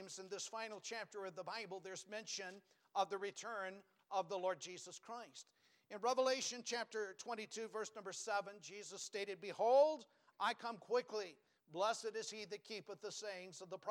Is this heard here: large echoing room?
yes